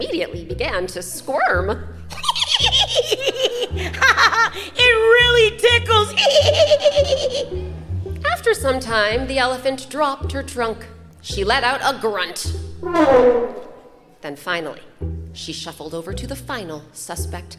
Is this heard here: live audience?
yes